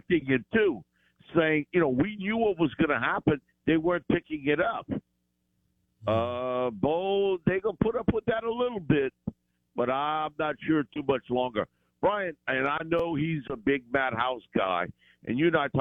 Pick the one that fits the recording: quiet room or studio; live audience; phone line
phone line